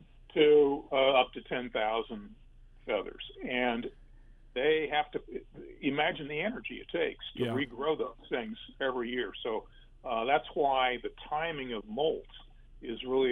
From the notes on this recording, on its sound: featuring live callers